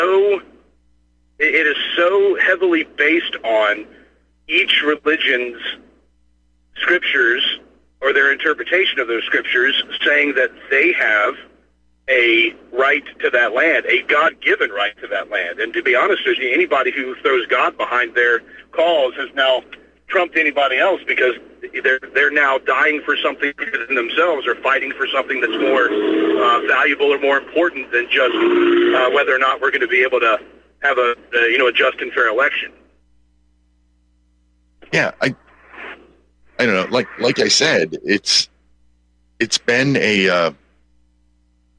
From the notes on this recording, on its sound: Your phone calls.